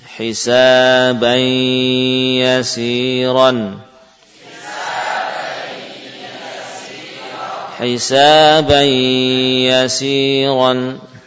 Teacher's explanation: Bunyi tanwin hilang. Ya, sudah masuk ke dalam huruf ya. · Term: Idgham bi gunnah